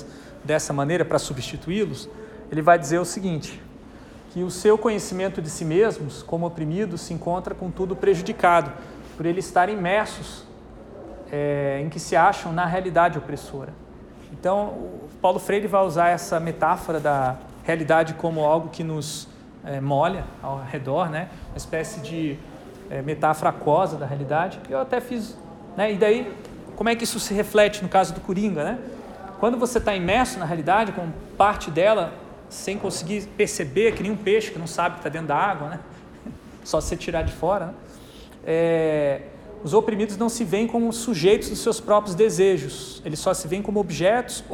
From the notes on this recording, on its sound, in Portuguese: Aula gravada na disciplina Projetos para Pessoas do Bacharelado em Design da UTFPR.